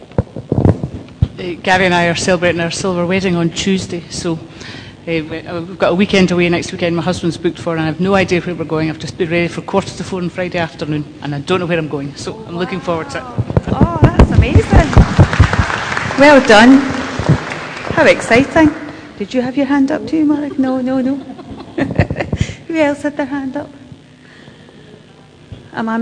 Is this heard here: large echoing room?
yes